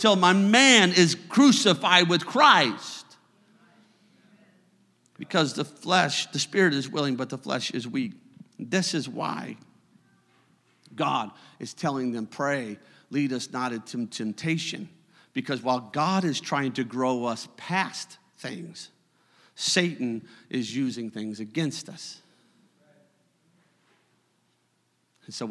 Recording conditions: large echoing room